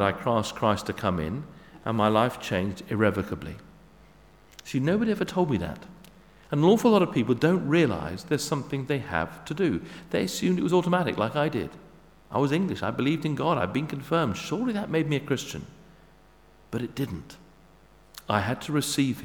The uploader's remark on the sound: Sermon at St David's Moreton in Marsh